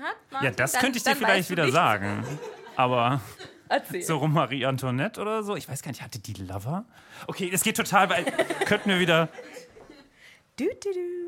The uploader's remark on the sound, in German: LIVE IN MÜNSTER. Unsere allererste Live-Folge. Mit RTL2-Sitcom-würdigen Lachern im Hintergrund von unserem wundervollen Publikum.